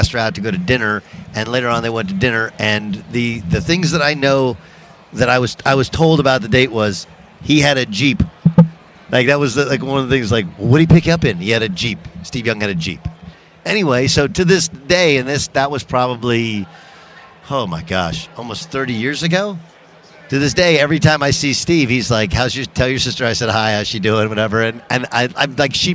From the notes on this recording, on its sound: Live from Radio Row at Mandalay Bay in Las Vegas.